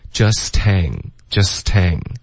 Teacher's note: just 的特会连到后面 hang 的 h